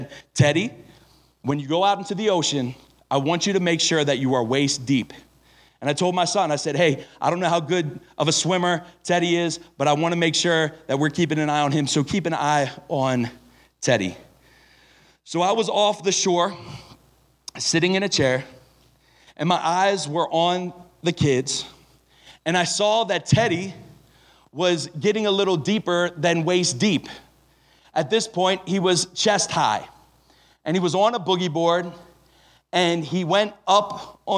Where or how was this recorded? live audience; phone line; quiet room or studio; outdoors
live audience